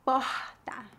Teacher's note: E a pronúncia do R é bem aspirada